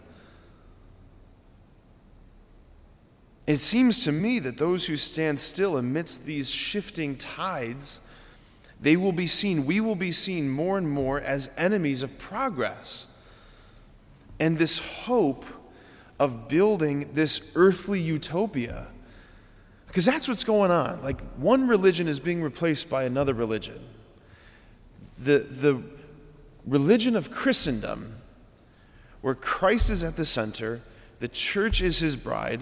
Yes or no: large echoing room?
yes